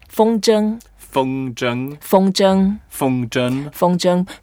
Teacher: Both are first tone, so we can make it flat.